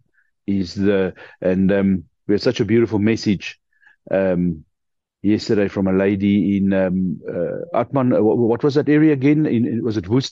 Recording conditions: video call